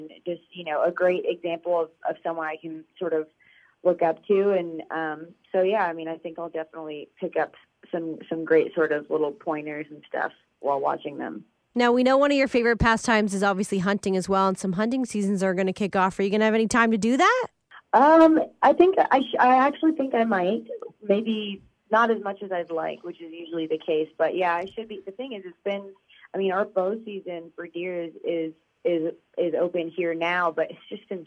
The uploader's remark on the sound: We chat over the phone